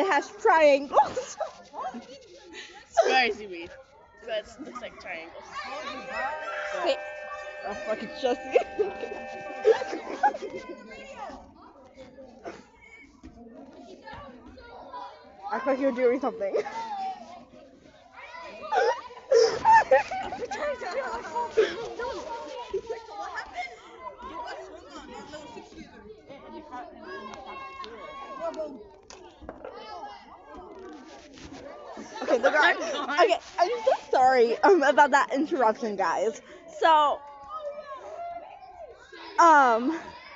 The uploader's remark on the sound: ignore out cussing and the audio lol